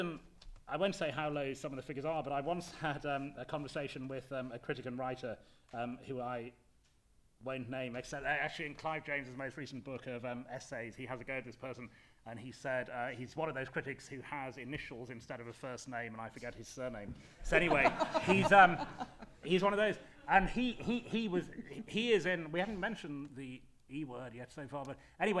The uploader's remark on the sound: The question and answer session from the panel discussion.